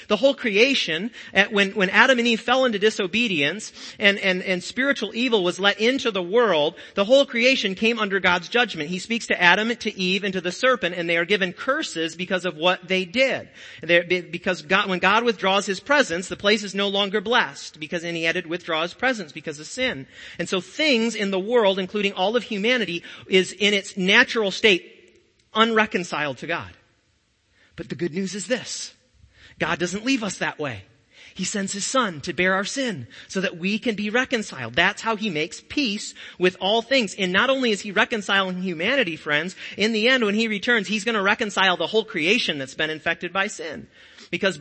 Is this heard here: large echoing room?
yes